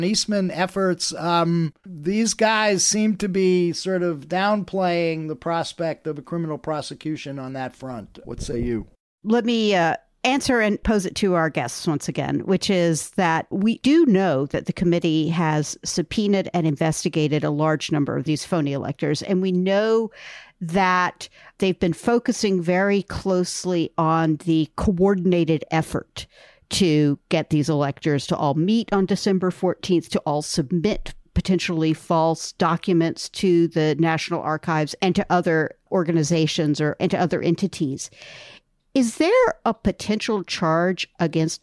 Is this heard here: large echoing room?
no